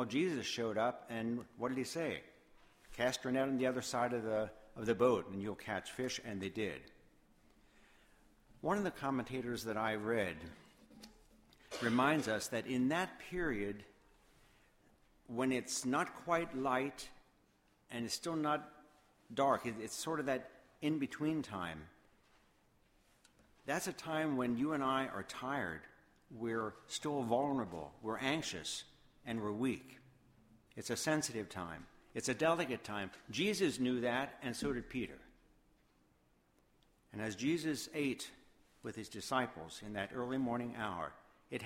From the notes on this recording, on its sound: Sermon Audio from Woodbury Church of the Brethren.